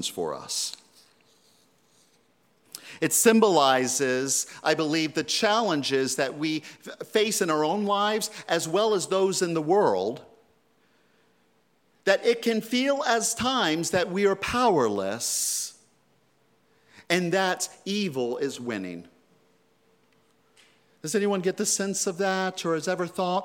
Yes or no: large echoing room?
yes